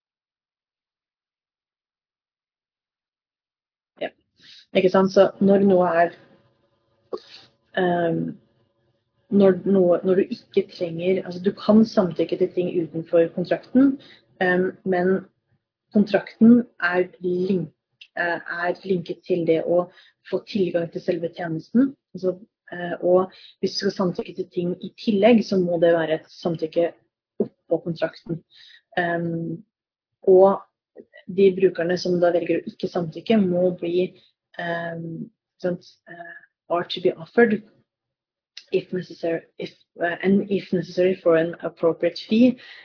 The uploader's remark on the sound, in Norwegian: Dette er et opptak fra en LinkedIn Live.